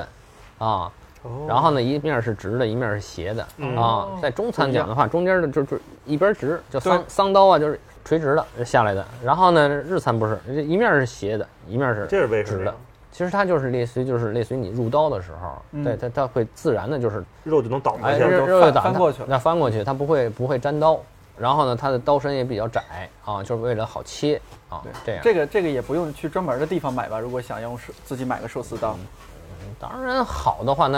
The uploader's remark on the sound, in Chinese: 其中一家店录制了这期节目